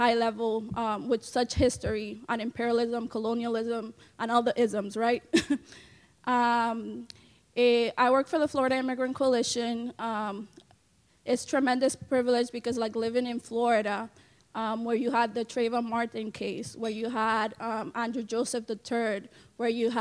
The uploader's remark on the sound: Plenary at DWN's 2016 conference